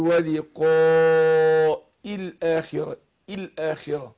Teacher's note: فأنا بفخم الألف عشان قاف